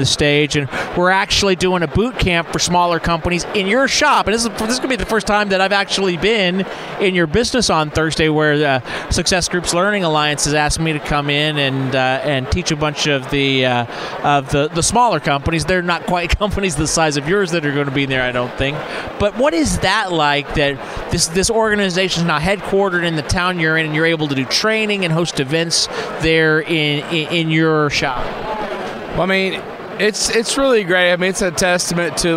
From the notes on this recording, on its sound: talks live from the Success Group Expo in Dallas